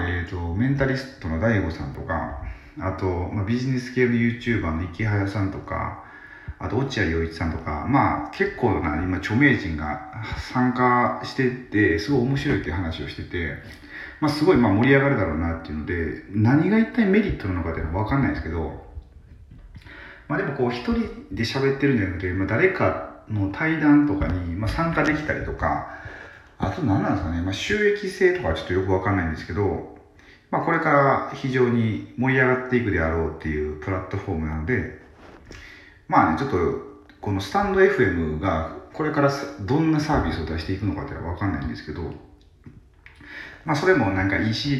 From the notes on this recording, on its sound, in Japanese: 入浴中にラジオ収録できるのか？風呂に入りながらラジオ収録できるのか？